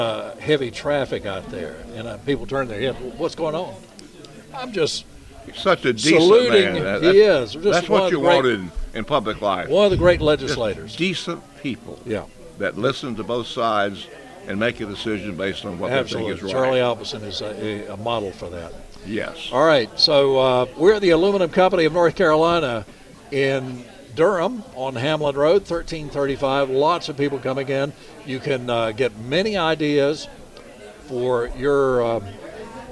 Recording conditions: busy venue